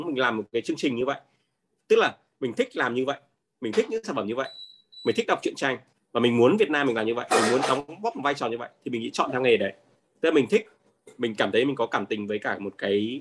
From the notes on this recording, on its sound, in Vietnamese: Nội dung âm thanh này đã được Arena Multimedia ghi âm lại từ nền tảng ứng dụng Zoom trong sự kiện Trò chuyện & Giải đáp: Multimedia Design.